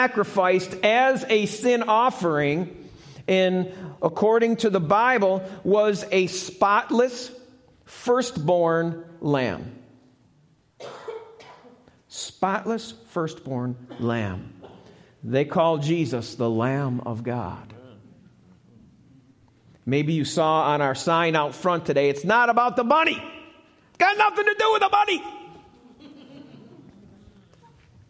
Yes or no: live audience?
yes